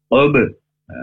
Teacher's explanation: Huruf Qaf, makhrajnya dari pangkal lidah, kemudian dimasukkan ke huruf B, karena B sukun, ini Qol, Qolah, Suhroh, ya.